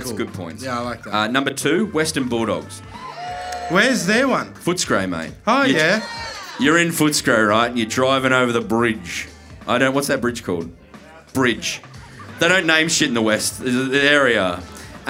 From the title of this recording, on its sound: Live From The Corner Hotel Melbourne